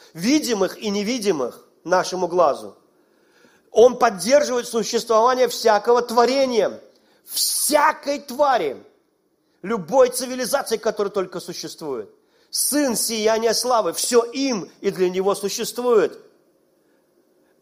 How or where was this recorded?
large echoing room